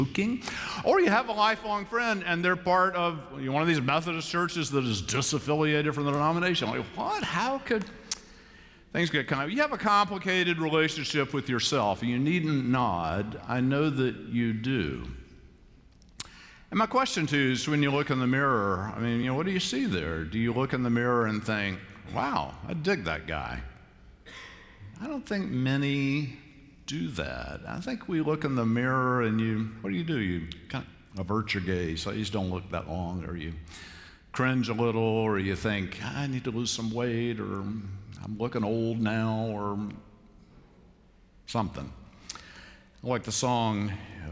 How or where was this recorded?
large echoing room